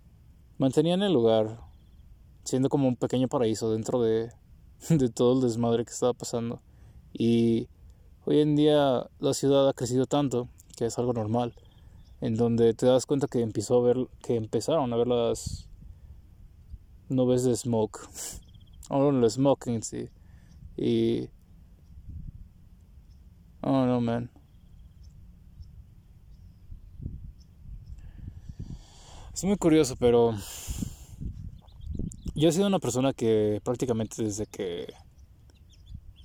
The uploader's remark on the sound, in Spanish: podcast gravado en la mitad de la nada, con la naturaleza alrededor